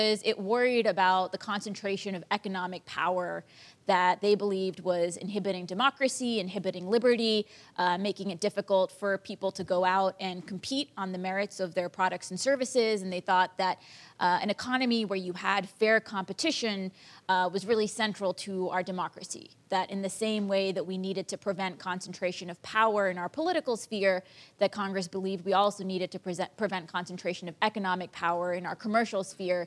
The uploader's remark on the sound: In front of a live audience at P&T Knitwear.